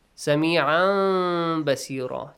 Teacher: Change the n sound to an m sound and hide it again. Hide means don't let the lips touch each other to pronounce the meme completely.